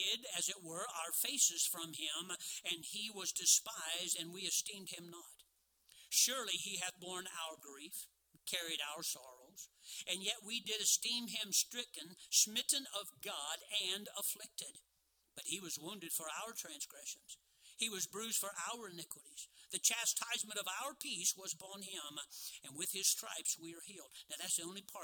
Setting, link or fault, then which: setting, large echoing room